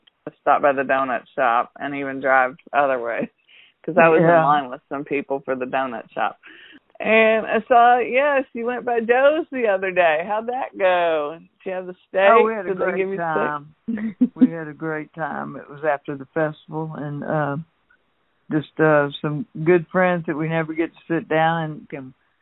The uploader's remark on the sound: Had a fun phone conversation